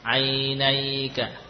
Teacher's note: Tengah lidah, namun juga ingat lin tetap lin. Yakni suara tetap berjalan. Ya, jangan kemudian karena kita ingin menyempurnakan peletakan makhrajnya, lalu kita lupa dengan sifat rohawahnya, sifat mengalirnya huruf waw dan ya, sehingga justru terasa berat terucap huruf waw dan ya ini.